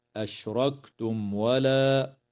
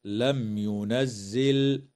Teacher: وإظهار شفوي للميم الساكنة